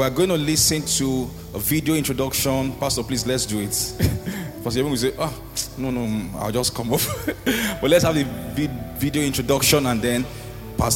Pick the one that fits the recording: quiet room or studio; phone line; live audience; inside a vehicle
live audience